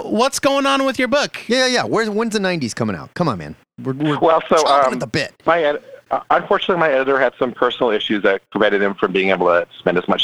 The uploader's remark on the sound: Comic book call-in show.